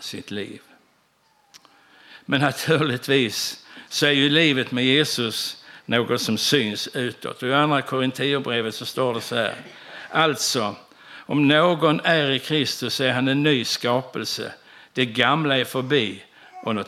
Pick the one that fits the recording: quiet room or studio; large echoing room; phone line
large echoing room